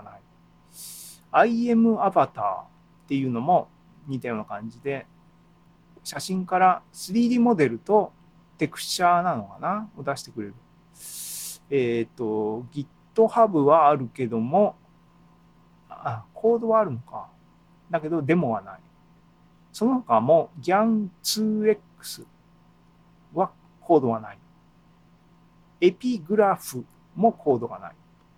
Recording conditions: video call